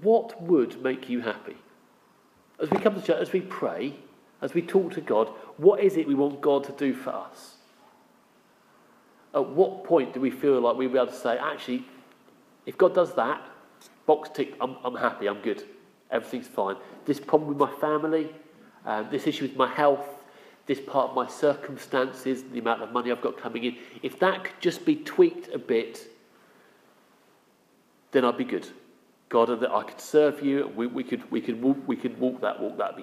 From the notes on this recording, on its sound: Our sermon from the 9am Palm Sunday service